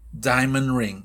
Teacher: Diamond ring, la D se pierde